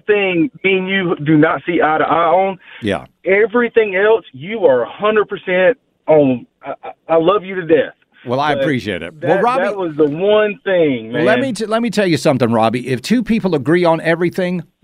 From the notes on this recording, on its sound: The Phone Line Gets Heated.